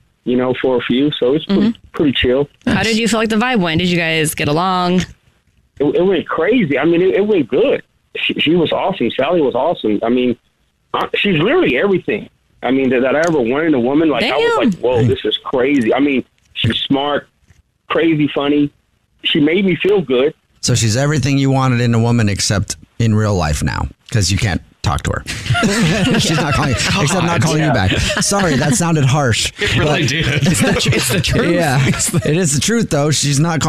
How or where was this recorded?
phone line